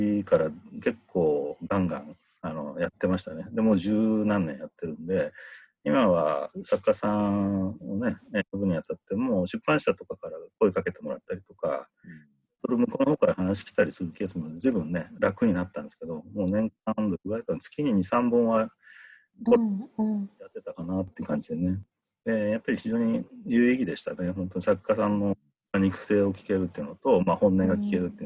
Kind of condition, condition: link, video call